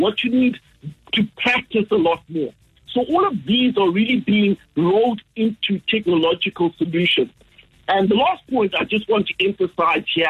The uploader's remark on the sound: Joined on the line.